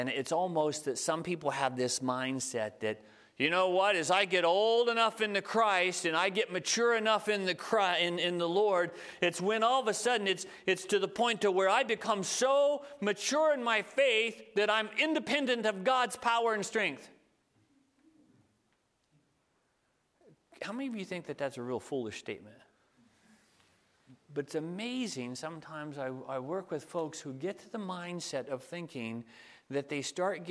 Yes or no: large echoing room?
yes